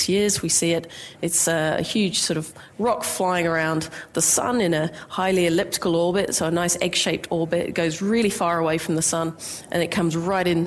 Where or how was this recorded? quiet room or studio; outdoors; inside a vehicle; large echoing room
large echoing room